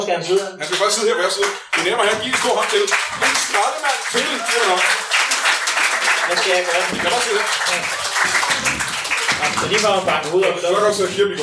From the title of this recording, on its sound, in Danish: LIVE fra Tahonga Lounge i Hillerød